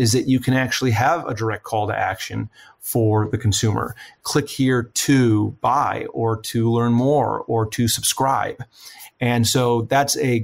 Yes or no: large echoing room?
no